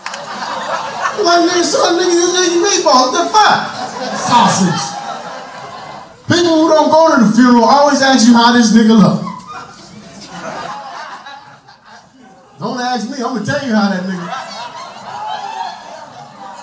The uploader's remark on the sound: LIVE FROM THE FUNNY BONE. LIVE FROM FUNNY BONE.